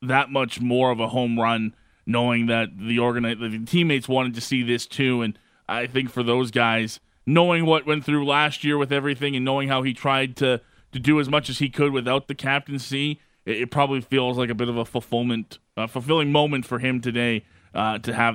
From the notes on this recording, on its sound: press conference from the Saddledome